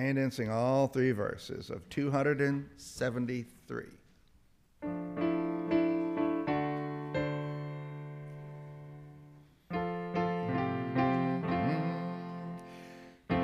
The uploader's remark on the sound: This is the audio from the entire service.